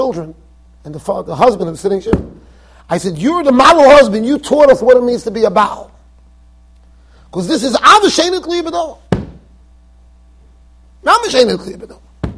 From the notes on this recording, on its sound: Shiur recorded in Yeshivas Ohr Reuven, Monsey NY.